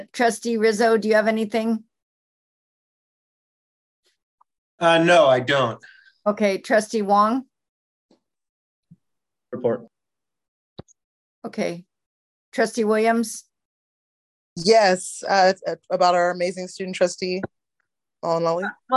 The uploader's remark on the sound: Regular Meeting of the Board of Trustees (originally on Zoom).